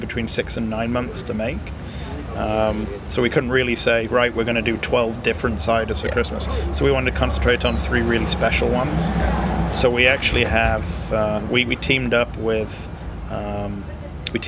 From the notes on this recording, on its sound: on the patio outside the Cider House